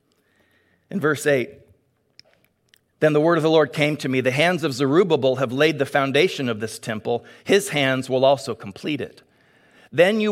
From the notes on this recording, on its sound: Delivered on 22 May 2022 at Grace Church of La Verne. Delivered on 22 May 2022 at Grace Church of La Verne.